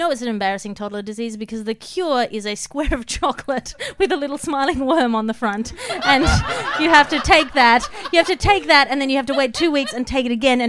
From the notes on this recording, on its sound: Live From EdFringe. The Comedy Arcade is coming at you LIVE from Edinburgh Fringe! The opening night of the Edinburgh Fringe run at Underbelly Bristo Square. We are live at Edinburgh Fringe with Underbelly for the whole month of August.